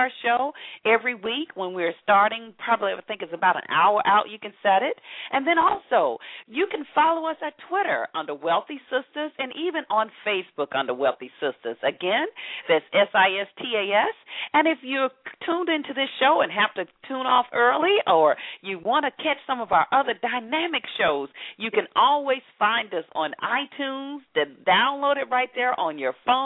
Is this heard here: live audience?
no